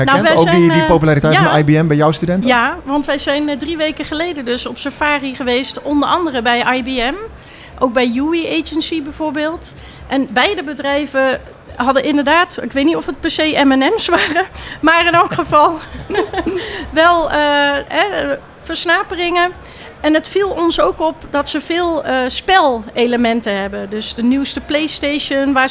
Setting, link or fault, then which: setting, busy venue